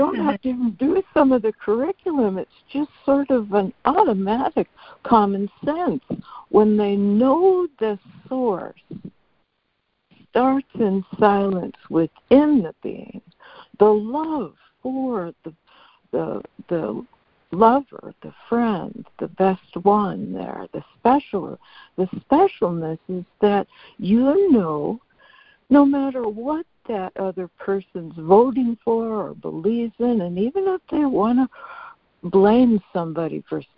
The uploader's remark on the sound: ACIM Daily Conference Call.